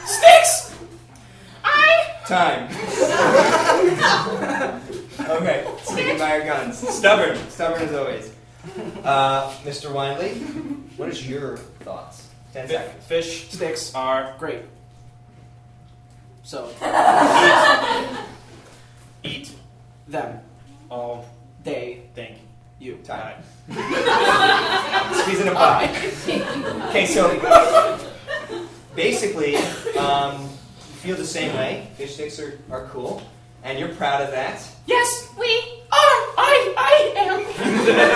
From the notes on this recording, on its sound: Respond to important issues suggested by the audience! Pity Applause performs live improv comedy every other Friday in Brooklyn, NY!